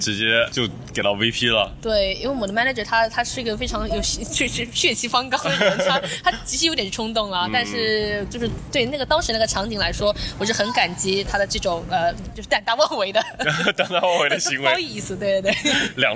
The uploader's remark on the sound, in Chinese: 户外录音，稍有杂音，多谢谅解